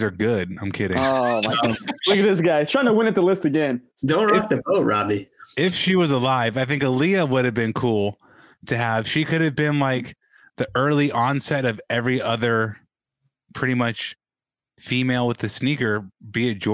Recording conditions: video call